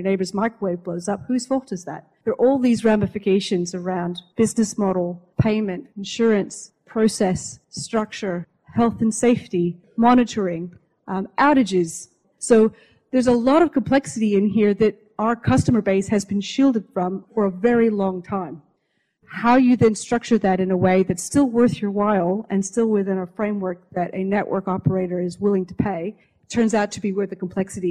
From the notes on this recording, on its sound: Clean Energy (Live!). This episode is an edited version of a panel recorded as part of Curtin University’s annual Research Rumble event, which showcases university research and innovation.